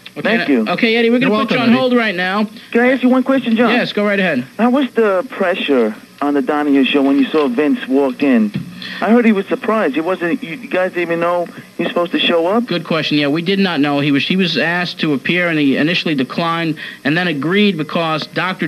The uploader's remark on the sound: call in guests from WCW